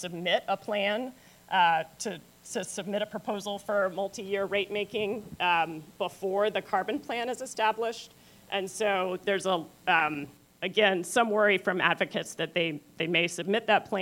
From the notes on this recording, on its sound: Live from the '22 State Energy Conference. NCSEA was lucky enough to be invited back to the 2022 State Energy Conference to host another live recording of the podcast.